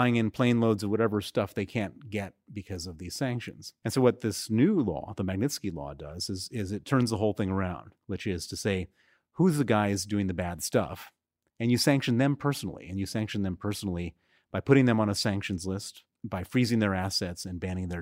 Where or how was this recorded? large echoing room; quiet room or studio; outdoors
quiet room or studio